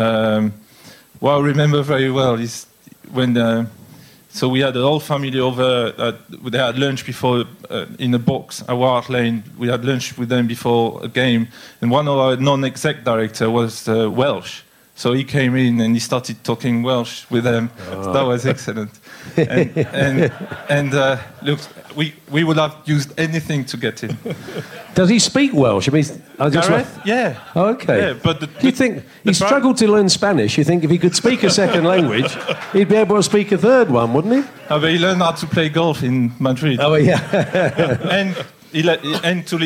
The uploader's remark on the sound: Live from Cafe Berlin in the heart of Madrid just hours before kick off of our most important match this century, we bring you a room full of devoted Lilywhites